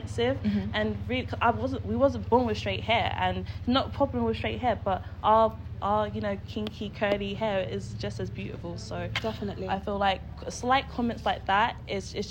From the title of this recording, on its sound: Primadonna Festival live show